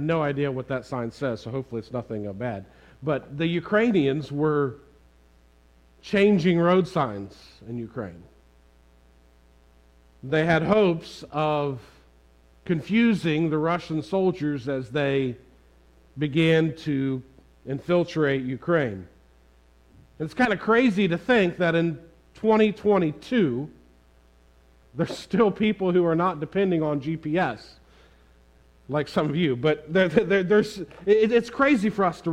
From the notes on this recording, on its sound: preached this sermon on Sunday March 13, 2022 at the Tarrant Bible Methodist Church